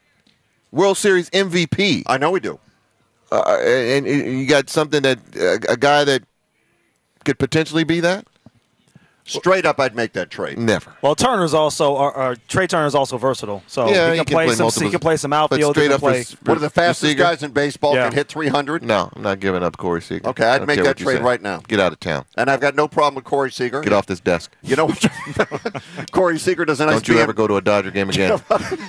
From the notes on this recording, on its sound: Broadcast live from Chargers Training Camp at the Jack Hammet Sports Complex in Costa Mesa.